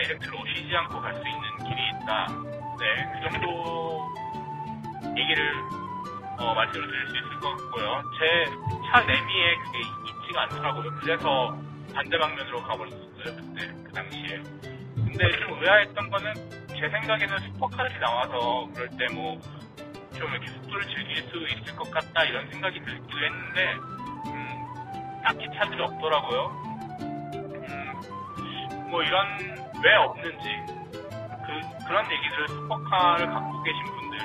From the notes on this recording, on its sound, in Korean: 아무런 대본도 없이 길이 막히길래 차에서 프리스타일로 녹음해보았습니다.